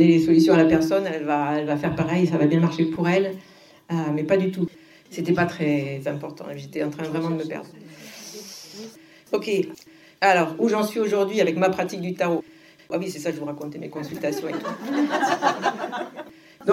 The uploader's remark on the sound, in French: Cet épisode est l'enregistrement de la conférence que j'ai donné au Tarot Festival 2022.